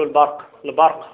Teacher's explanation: يقول لك يحذرك من تفخيم الباء في كلمة البرق